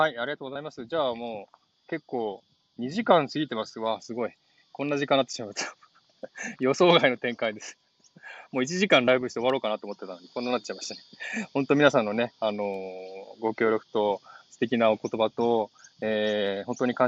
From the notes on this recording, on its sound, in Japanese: ウォーキングライブ。シドニー #オーストラリア #ウォーキング。